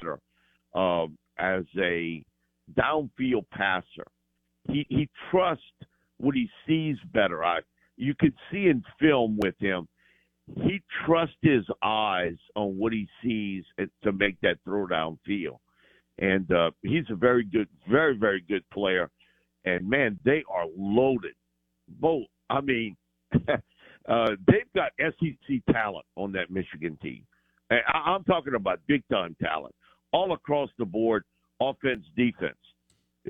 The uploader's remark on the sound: Joins the show on the Farm Bureau guest line talking about the biggest news in college football live in the BankPlus Studio.